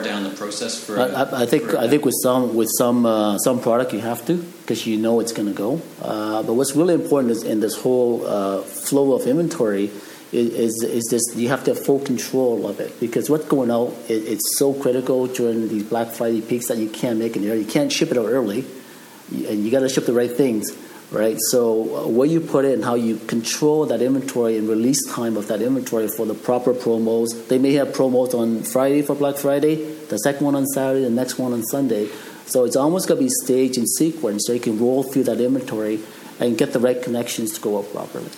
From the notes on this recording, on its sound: Recorded live in Toronto at the SCI Powershift to Consumerism summit a recording of my panel interviews with retailers and thought leaders in the eCommerce retail space.